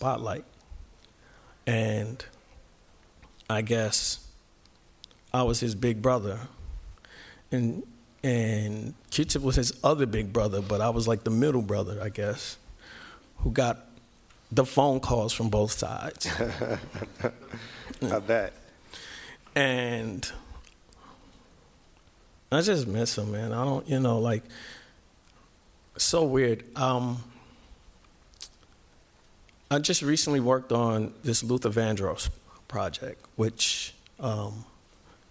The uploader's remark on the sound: THREE YEAR ANNIVERSARY SPECIAL LIVE EPISODE. On stage at the LA Times Festival of Books: Newstory. This episode was filmed in front of a live audience.